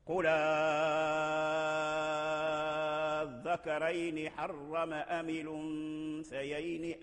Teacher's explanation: أبدلوا همزة الوصل فالتقى هذا البدل مع الشدة الذكرين فكان من باب مد اللازم الطويل المشبع